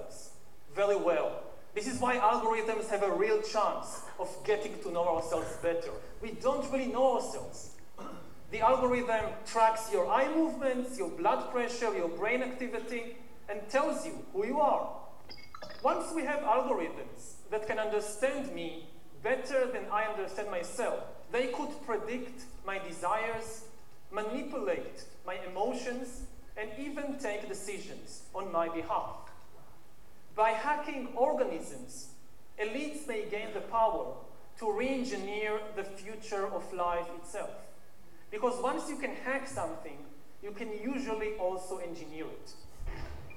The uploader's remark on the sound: spoke at the Mid-America Prophecy Conference in Tulsa, OK